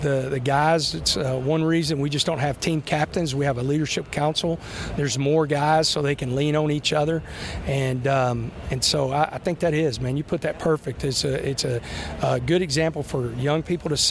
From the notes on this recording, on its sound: From Big 12 Media Days at AT&T Stadium in Arlington.